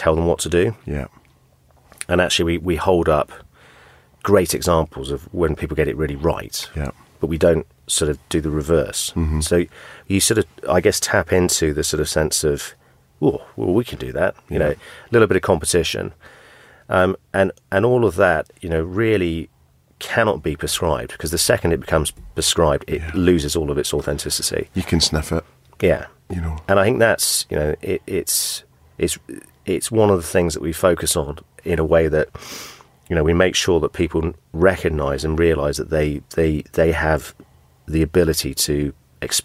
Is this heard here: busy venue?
no